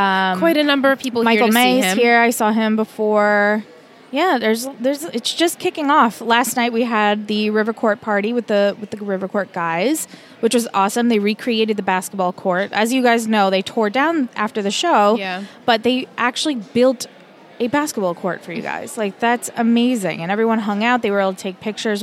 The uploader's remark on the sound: Recorded LIVE from TRIC.